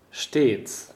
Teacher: It's a long closed E